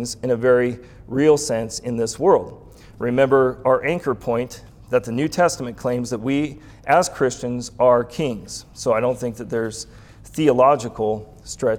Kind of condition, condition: setting, live audience